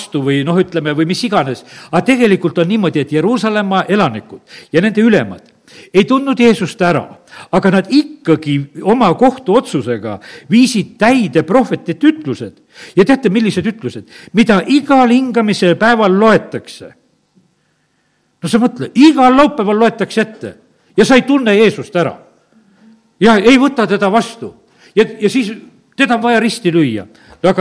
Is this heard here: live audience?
yes